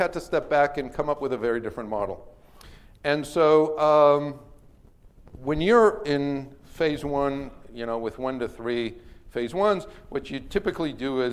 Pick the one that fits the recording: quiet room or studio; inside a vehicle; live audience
live audience